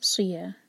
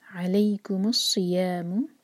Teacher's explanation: یہاں پر خیال رکھیں کہ صاد کو ہمیں ہیوی کرنا ہے · Shown in: second take